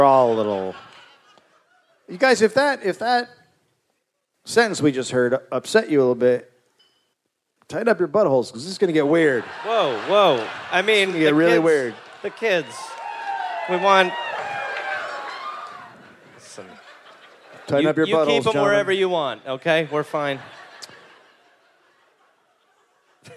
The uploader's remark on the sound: Live in DC